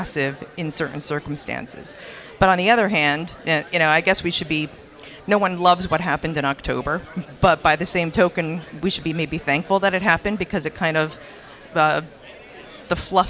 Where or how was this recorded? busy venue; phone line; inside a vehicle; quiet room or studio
busy venue